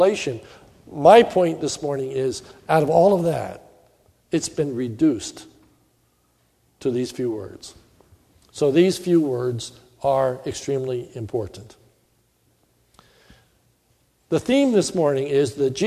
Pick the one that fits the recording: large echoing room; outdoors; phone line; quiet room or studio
large echoing room